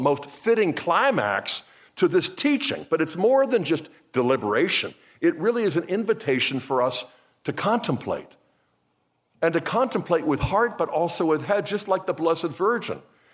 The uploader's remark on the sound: was given at the 17th Magnificat International Leaders Conference in Pittsburgh, PA, on October 7, 2023.